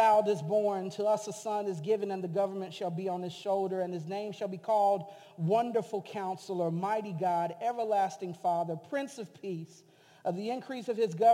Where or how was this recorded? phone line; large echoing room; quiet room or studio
large echoing room